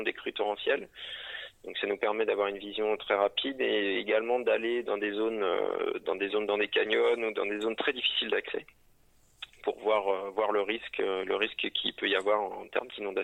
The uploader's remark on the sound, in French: Interview téléphonique